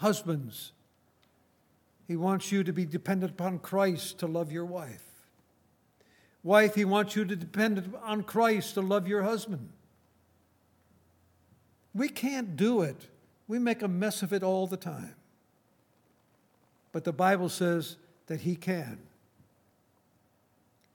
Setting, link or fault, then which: setting, large echoing room